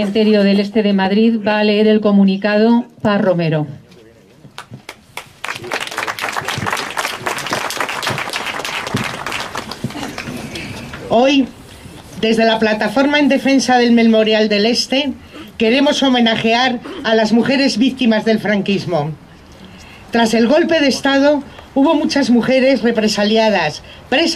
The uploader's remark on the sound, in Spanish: El audio del homenaje a las mujeres víctimas del franquismo que tuvo lugar en el Cementerio del Este de Madrid. El acto fue organizado por la Plataforma en defensa del Memorial.